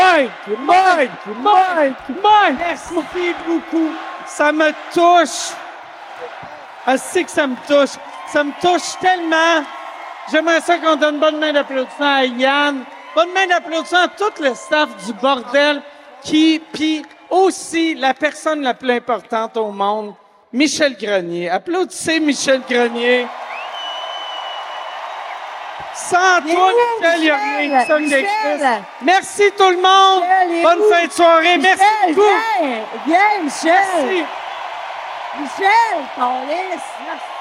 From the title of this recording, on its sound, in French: SOUS ÉCOUTE au CENTRE BELL - Soirée complète